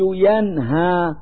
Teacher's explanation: فالنون الساكنة في كلمة ينهى تظهر لوجود الهاء بعدها · Term: الإظهار